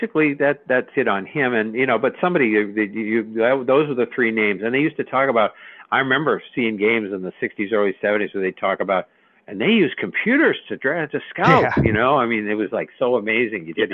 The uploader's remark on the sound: take your live calls